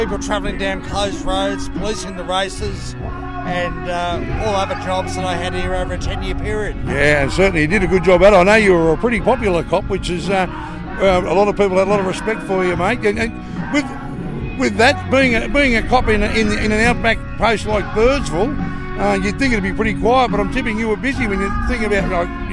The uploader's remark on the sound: Recorded on the ground at the Big Red Bash, hear interviews with Bashgoers, artists, volunteers and workers!